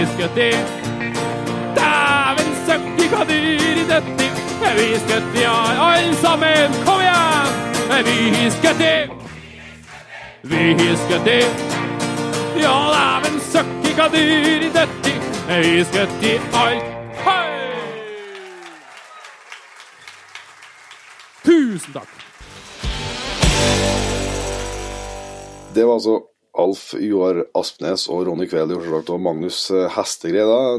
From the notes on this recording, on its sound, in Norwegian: Jakt og historier live fra Lierne. Denne gangen er det et opptak fra en livepodkast i Lierne i sommer, først har vi med en gjest som på ingen måte visste han skulle på scenen.